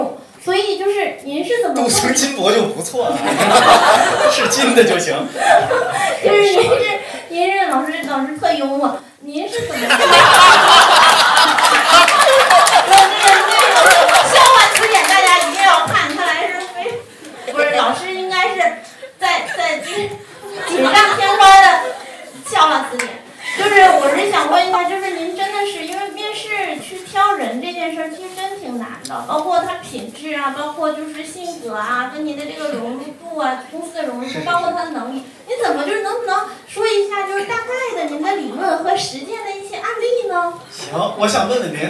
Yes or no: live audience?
yes